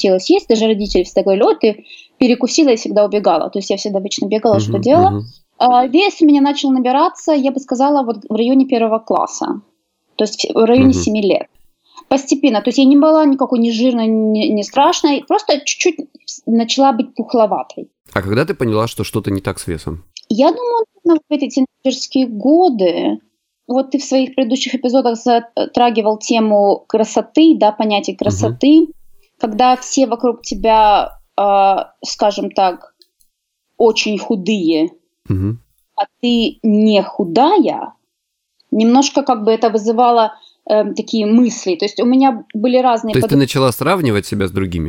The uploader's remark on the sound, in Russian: я связался с ней по Skype